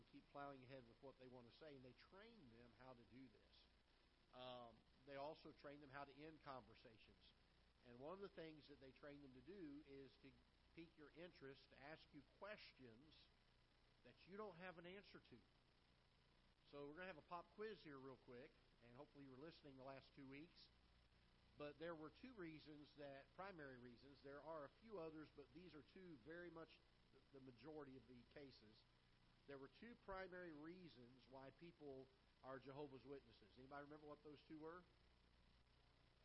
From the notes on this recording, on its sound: Ketha Heights Baptist Church ~ Live Broadcast.